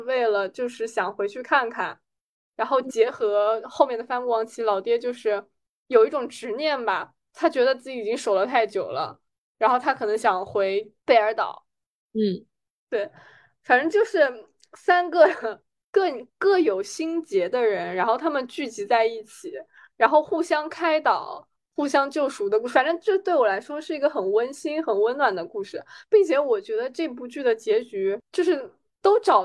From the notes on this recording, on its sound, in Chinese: 这期依然是远程飞书录制